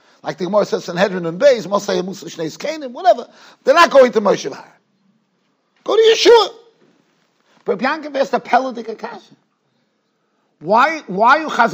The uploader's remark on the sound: Shiur recorded in Yeshivas Ohr Reuven, Monsey, NY.